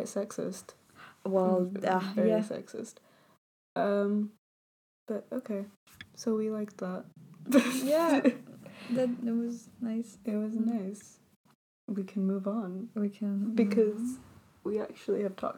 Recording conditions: sounds in the background